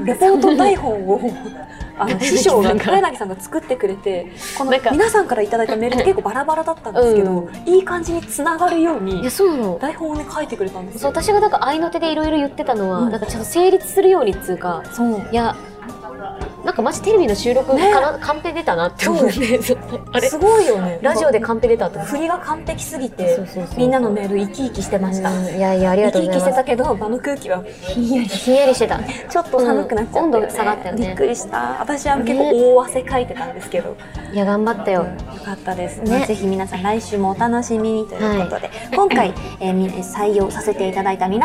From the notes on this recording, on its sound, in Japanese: 今回はニッポン放送を飛び出して「The CHOYA 銀座BAR」さんにお邪魔しての収録です！